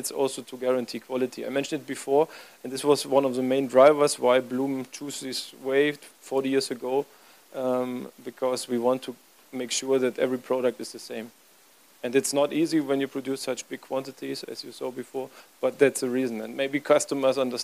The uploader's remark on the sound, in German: Paneldiskussion auf dem Event. In Shanghai China.